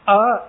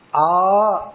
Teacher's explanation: அ அப்படிங்கறது ஒரு மாத்திரை அப்படின்னு சொல்லுவான் ஆ அப்படின்னா இரண்டு மாத்திரை · Term: குரில் நெடில்